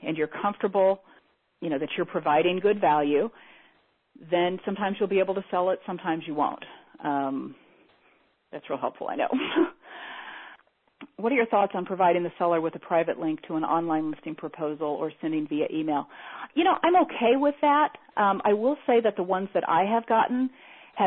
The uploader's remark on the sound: Teleseminar Recording